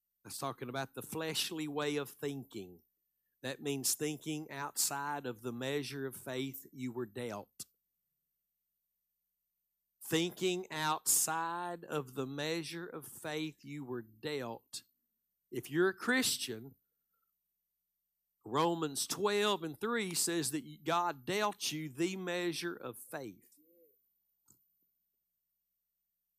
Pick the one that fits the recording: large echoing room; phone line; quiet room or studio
large echoing room